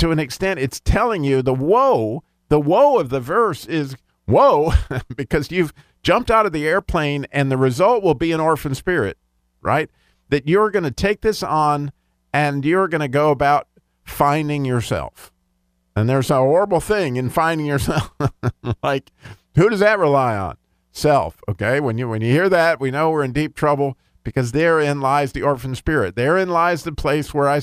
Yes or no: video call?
no